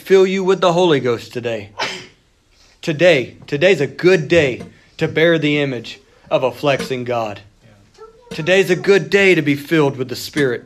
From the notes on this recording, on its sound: You are listening to a service recording from United Pentecostal Church.